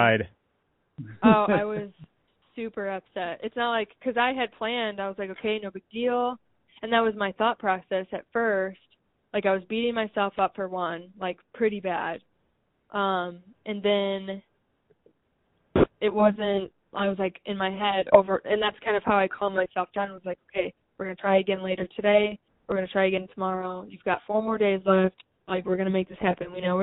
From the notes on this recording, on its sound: Another LIVE listener call-in show in the books.